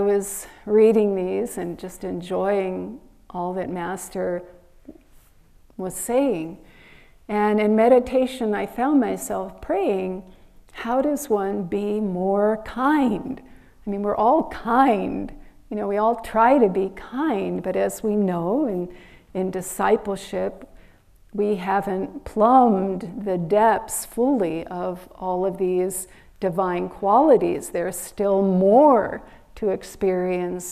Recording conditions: large echoing room